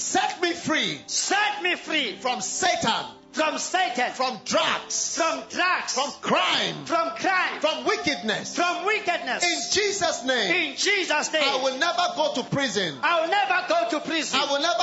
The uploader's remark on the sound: Preached at Healing Jesus Campaign, King Williams Town - South Africa.